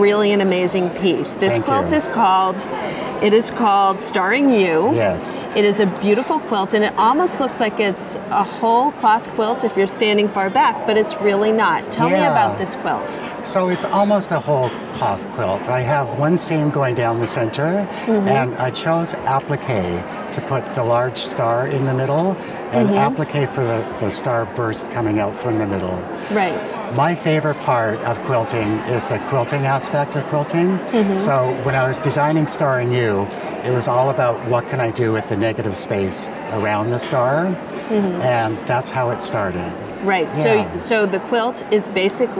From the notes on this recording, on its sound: on the show floor